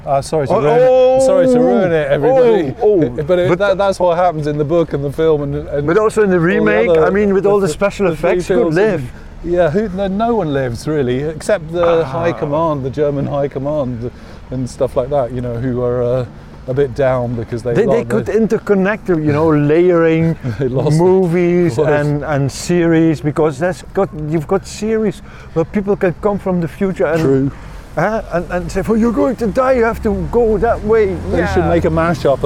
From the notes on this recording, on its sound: Begin this Autumnal Berlin historical walk outside the Jewish Synagogue in central Kreuzberg. The streets are strewn with flowers from the day before remembering the horror of Kristallnacht.